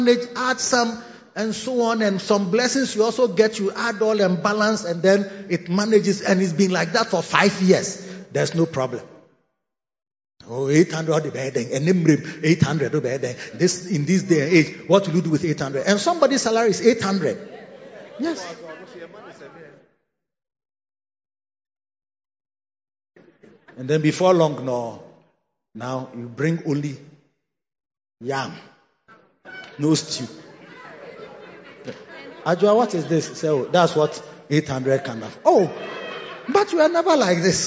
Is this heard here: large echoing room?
yes